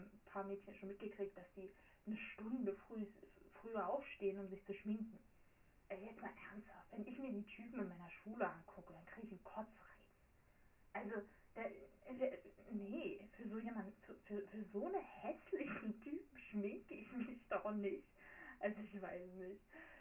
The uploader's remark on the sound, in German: sorry für den Ton